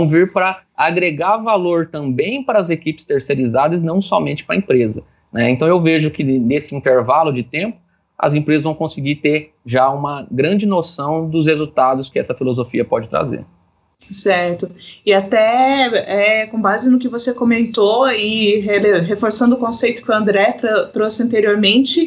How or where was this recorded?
video call